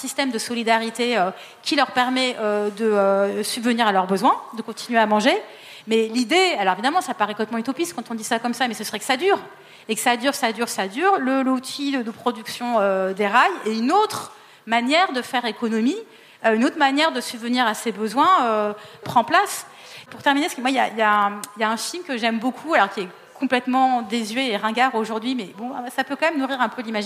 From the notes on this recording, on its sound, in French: Conférence enregistrée en public à la REcyclerie, en partenariat avec le podcast Présages. Ce deuxième enregistrement en live du podcast Présages.